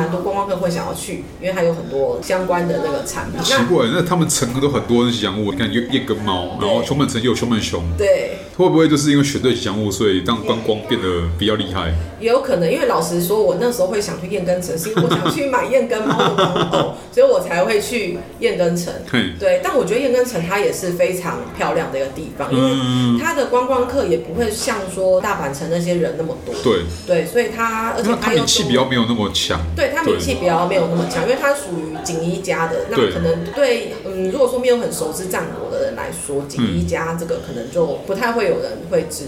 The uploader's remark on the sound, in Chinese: 本集白噪音指數：蚊風級 1/5。錄音地點： 齊客咖啡 The Gathering Cafe。